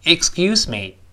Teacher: 声带要震动，就是轻辅音浊化发 G 这个声音